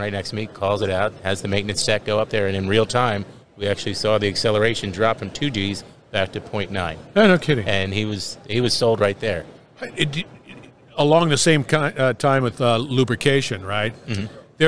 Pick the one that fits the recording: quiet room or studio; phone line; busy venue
busy venue